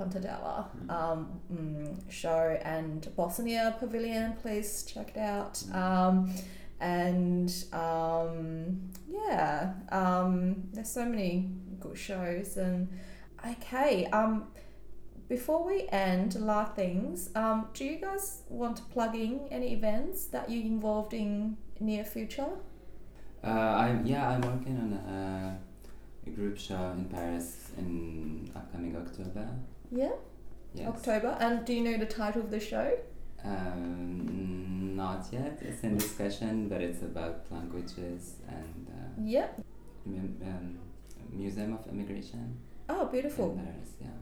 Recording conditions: sounds in the background